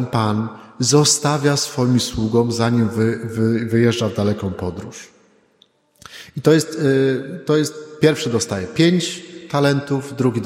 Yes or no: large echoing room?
yes